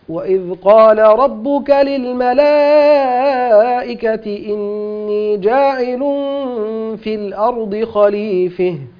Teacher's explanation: هنا خليفة بالإمالة الكسائي، إمالة الهاء للكسائي